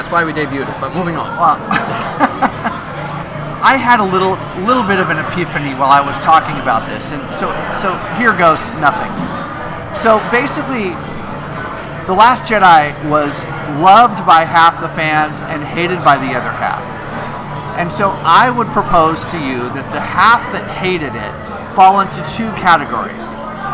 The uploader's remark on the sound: LIVE at Barley Forge.